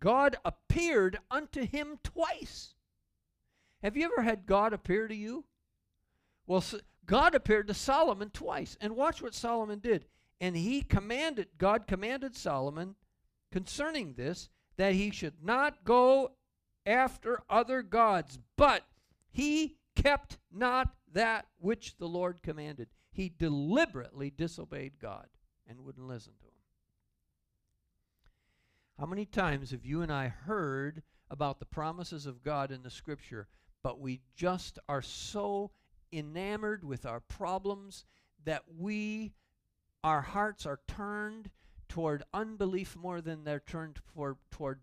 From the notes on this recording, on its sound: Calvary Assembly of God live Stream.